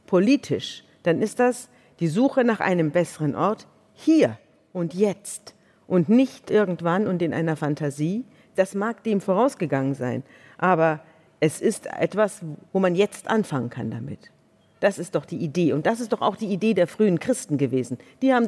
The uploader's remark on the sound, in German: Ist eine Liveaufzeichnung vom Juni 2022 aus dem Großen Saal des Berliner Radialsystems anlässlich des Podcast-Festivals von ZEIT ONLINE.